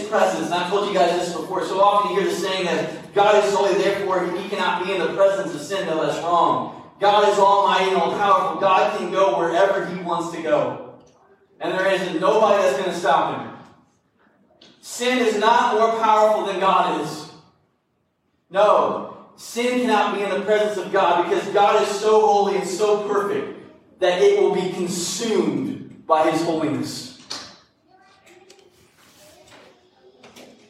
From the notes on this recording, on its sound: This sermon was recorded live at Greensburg Church of the Nazarene in Greensburg, KY.